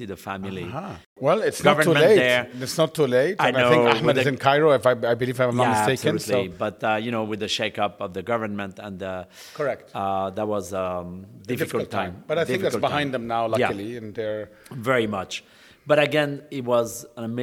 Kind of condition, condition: setting, busy venue